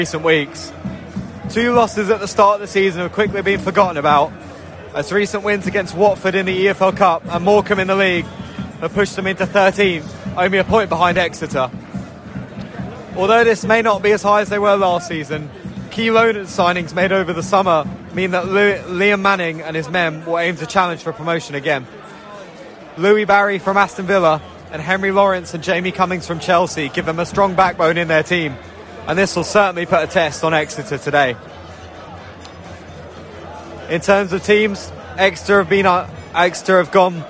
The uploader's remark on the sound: XpressionFM Sport once again return to St James Park. Live commentary of Exeter City's game against MK Dons.